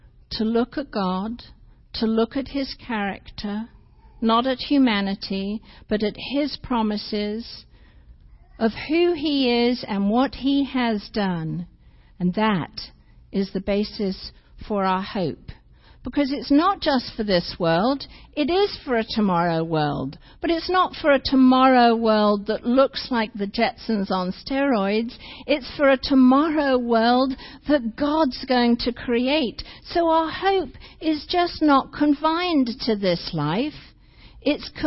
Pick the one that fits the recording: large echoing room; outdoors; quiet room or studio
large echoing room